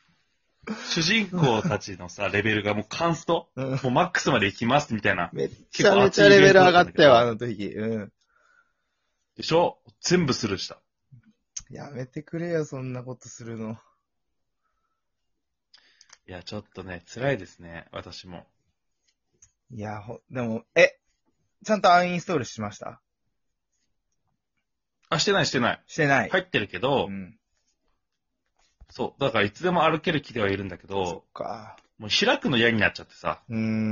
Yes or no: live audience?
no